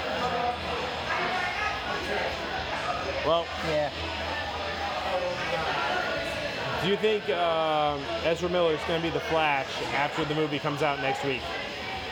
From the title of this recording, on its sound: Saturday night at a brewery with live music